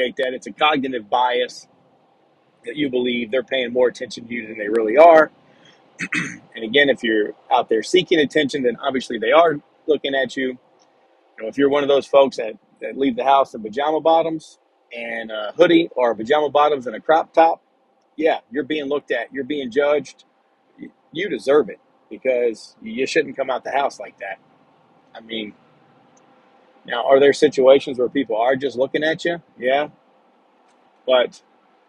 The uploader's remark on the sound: Sorry for the background noise I am driving and recording on my phone.